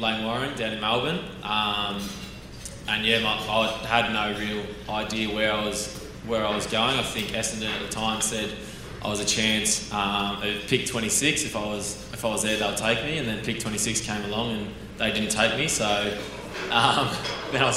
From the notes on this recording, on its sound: a special live event